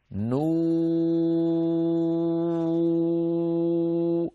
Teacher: أنطق نون مضمومة بعدها واو، وعلى هذه الواو أن تكون صافية خالية من الغنة · Term: الواو صافية